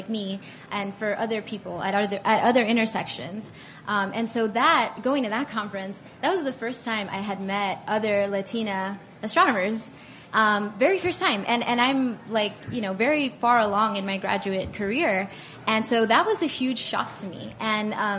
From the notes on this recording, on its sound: In this live Stuff Mom Never Told You conversation at SxSW Interactive